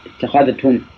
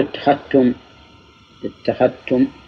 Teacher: يعني تظهر الذال اتخذتم أو تدغم تقول اتخذتم اتخذتم